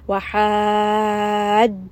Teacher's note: as you move from the alif to the jim, make sure you give it some emphasis, raise the voice a little bit, give a bit of pressure to show that the letter after has a shadda. · Term: nabr